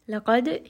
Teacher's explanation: here qaf is going to be heavy, dal has qalqala